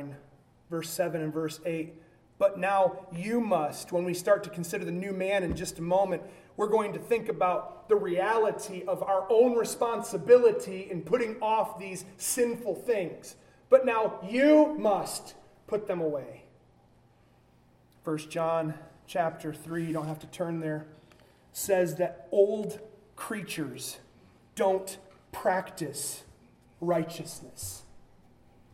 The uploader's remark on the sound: a sermon delivered at Byron Baptist Church, during a joined gathering